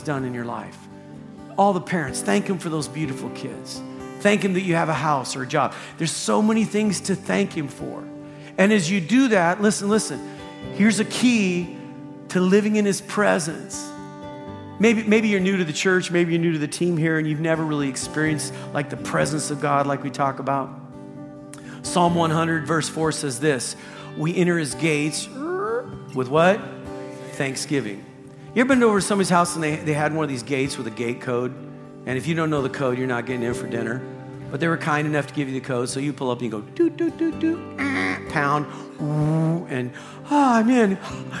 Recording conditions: large echoing room